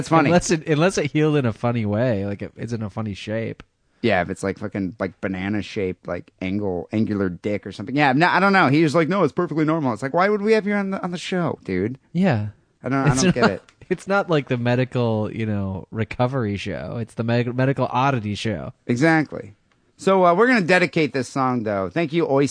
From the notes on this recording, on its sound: Phone calls and listerner email.